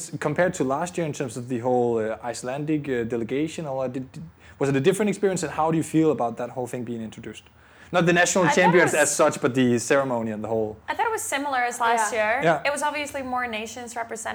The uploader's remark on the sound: It was recorded during Reebok Butcher&#039;s Classics 2019, a traditional Danish CrossFit Competition. It was recorded during Reebok Butcher's Classics 2019, a traditional Danish CrossFit Competition which this year brings back CrossFit to Ballerup Super Arena.